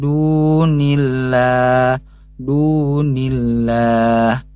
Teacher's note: kalau misalkan sebelumnya yaitu kasrah, maka dibaca min dunillah, dunillah. Ini jelas ya, dibaca tipis.